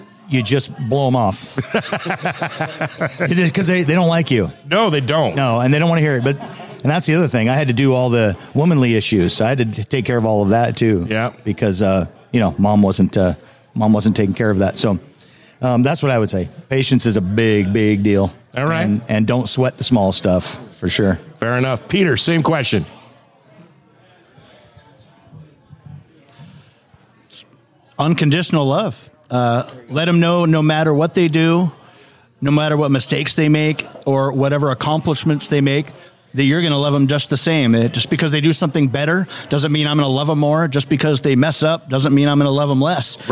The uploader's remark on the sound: Live at the Cedarwood Saloon